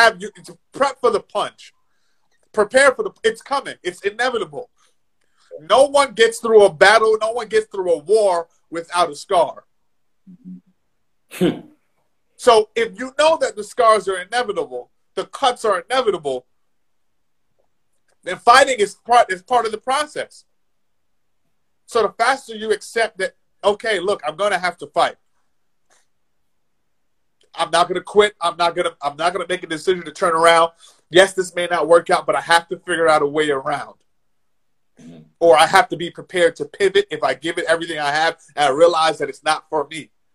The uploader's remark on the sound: hosts an IG Live session